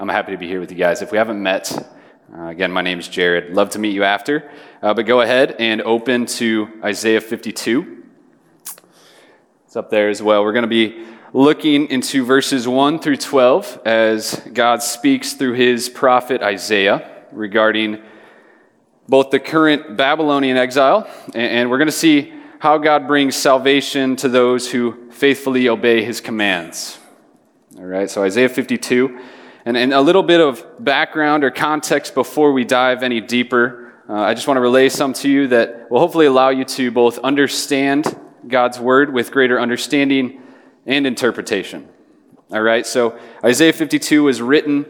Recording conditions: live audience